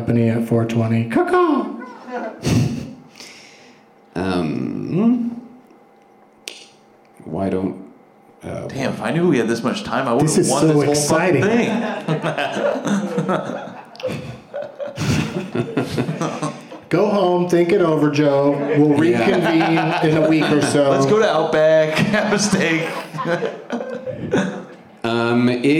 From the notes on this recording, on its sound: Live from The Improv in Brea